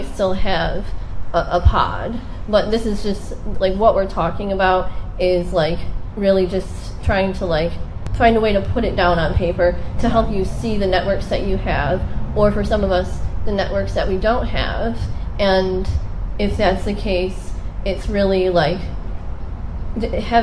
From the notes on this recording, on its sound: Record themselves while presenting live to an audience of people from their locale (the Midwest). They also respond in real time to questions from their curious audience. This was recorded outside near a busy road. We did the best we could to minimize noise interference but the audio is harsher than our other content.